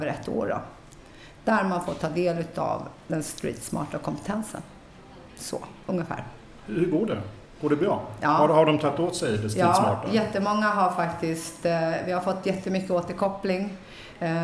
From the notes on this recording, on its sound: Live Almedalen. I livesändning från Aktuell Hållbarhets Arena.